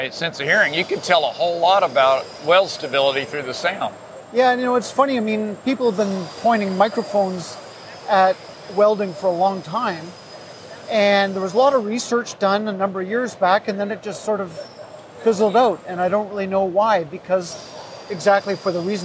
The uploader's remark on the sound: Show Floor Report. This episode of The Roboticist Chronicles is brought to you from the show floor of FABTECH 2021 in Chicago, Illinois.